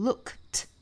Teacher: look 加 ed 要读成 looked 应该读成清辅音 t